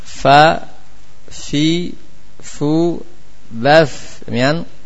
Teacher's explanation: Syafah sufla, ini ujung dua bahagian atas dengan perut bibir bawah.